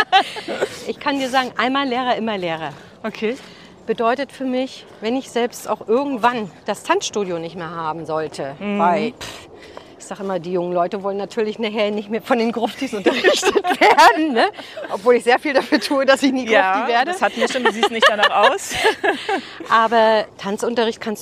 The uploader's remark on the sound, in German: beim Walk & Talk im bergigen Kösterbecker Wald